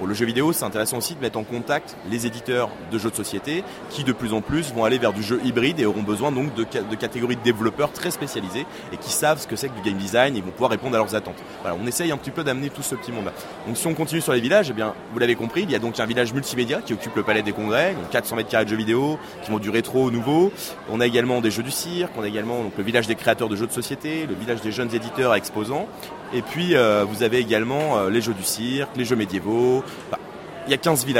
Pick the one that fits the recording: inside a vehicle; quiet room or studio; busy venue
busy venue